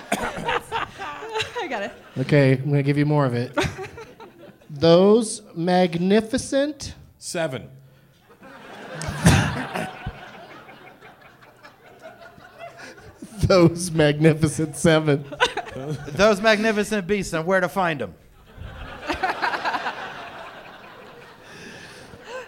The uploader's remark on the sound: Live from Wiseguys Comedy Club in Salt Lake City